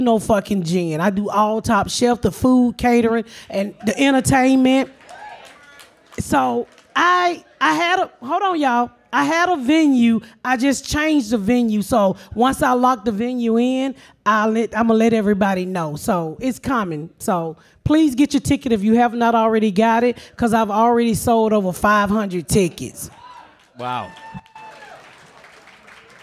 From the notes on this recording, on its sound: We are live in Nashville at Zanie's for the Nashville Comedy Festival. A local gospel singer blesses us with a song, and a fan reads a beautiful poem.